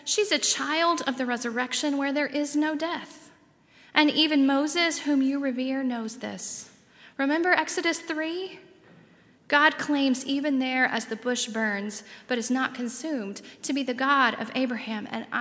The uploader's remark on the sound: at Highland Baptist Church